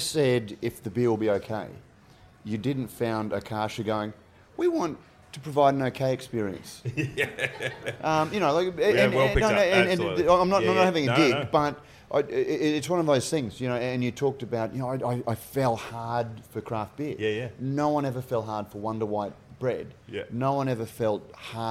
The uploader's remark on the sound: Recorded live in front of a studio audience. This conversation took place as part of the first birthday celebrations at Brisbane’s My Beer Dealer, one of Brisbane’s best bottleshops.